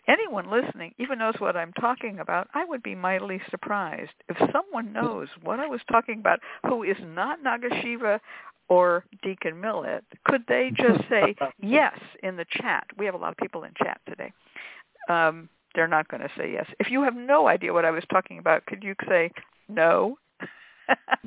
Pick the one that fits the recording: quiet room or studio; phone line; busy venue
phone line